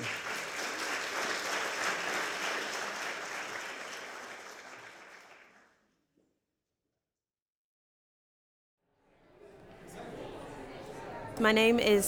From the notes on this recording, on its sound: We recorded a live segment inside the Museum where the community was invited to share reflections.